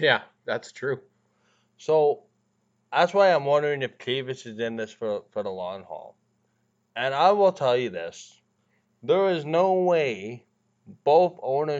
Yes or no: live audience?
no